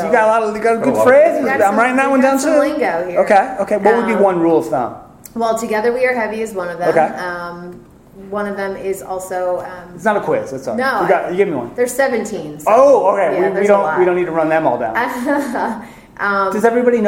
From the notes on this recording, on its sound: Live from Talent Space 2017